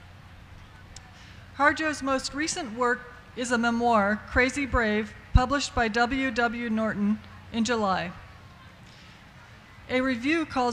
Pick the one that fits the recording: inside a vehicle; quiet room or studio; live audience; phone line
live audience